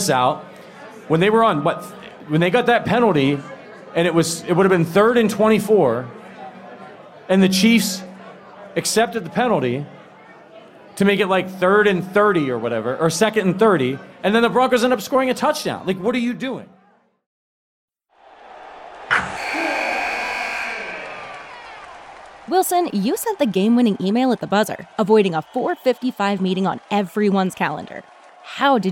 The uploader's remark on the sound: LIVE from Kansas City. LIVE from Tanner's on Rainbow Blvd.